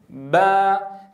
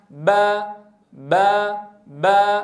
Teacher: تباعدت الشفتان لإنتاج صوت الباء، ويتباعد الفكان لإنتاج صوت الفتحة